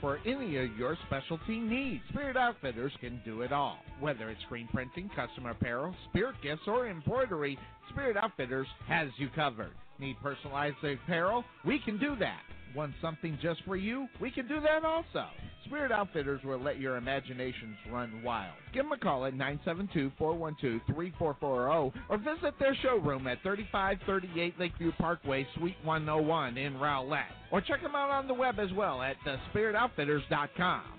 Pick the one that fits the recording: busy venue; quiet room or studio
busy venue